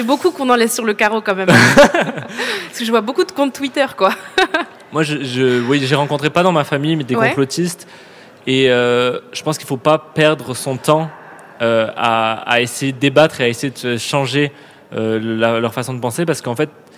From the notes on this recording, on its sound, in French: C’est l’Académie du Climat, haut lieu de l’engagement politique écolo à Paris, qui nous ouvre ses portes. L'endroit idoine pour un enregistrement spécial et en public avec nos militants.